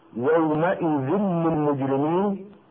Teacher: تنوين ذال يومئذ ادغم بعده في لام للمجرمين من غير غنة · Term: إدغاما بغير غنة